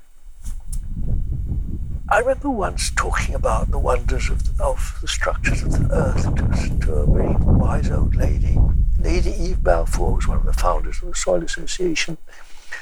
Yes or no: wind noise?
yes